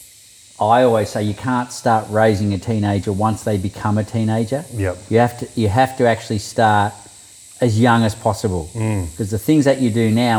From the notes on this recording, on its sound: I visited him at his home in the Byron Hinterland out near Mullumbimby. Dropped in the middle of nature, you will hear the sounds of the wildlife in the background of our conversation.